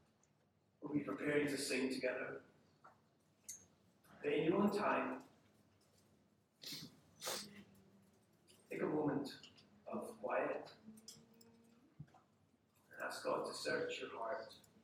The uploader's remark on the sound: Unfortunately, we had some issues with our audio system, so the sound quality isn't what it normally is.